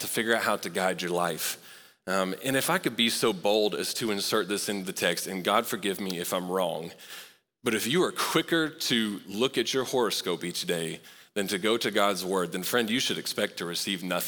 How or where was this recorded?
large echoing room